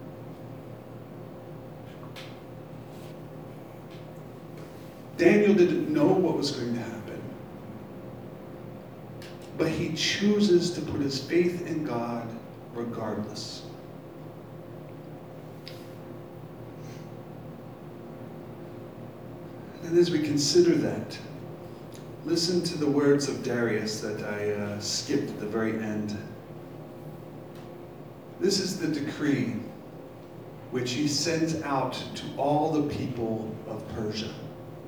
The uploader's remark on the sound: Live from Black Cloister Brewing Company.